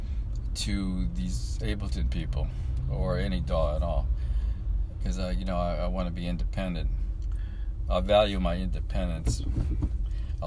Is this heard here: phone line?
no